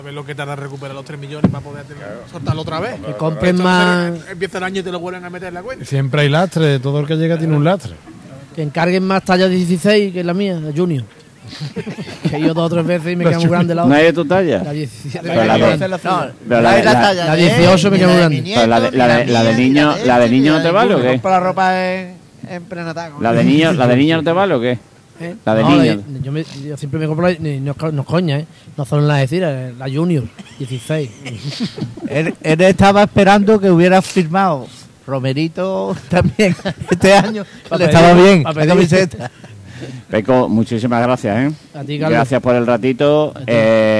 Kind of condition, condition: setting, busy venue